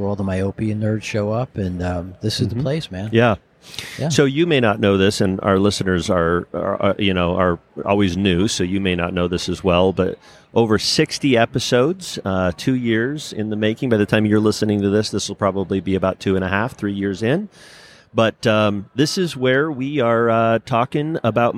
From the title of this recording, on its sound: Recorded at Vision By Design